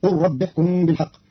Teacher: قال رب احكم بالحق، قرأ قالون كلمتي قال ربي بضم القاف وحذف الألف مع إسكان اللام مدغمة في الراء بعدها وصلة، فتصير قل رب احكم بالحق على أنه فعل أمر للنبي صلى الله عليه وسلم.